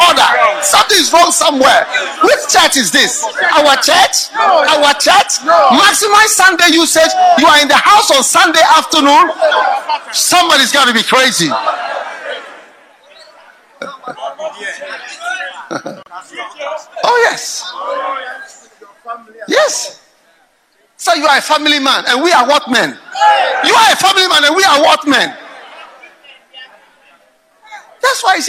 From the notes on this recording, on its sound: Preached at the FLOW Service.